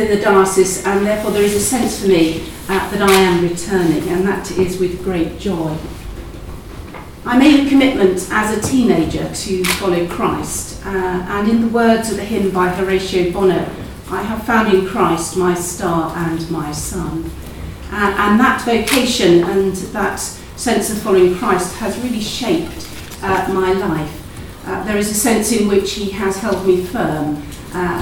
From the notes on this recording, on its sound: At a press conference at St Paul's Cathedral this morning